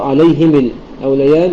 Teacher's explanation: فأبو عمرو ووفقه يعقوب في بعض الحالات يتخلصان من التقاء الساكنين في ميم الجمع بالكسر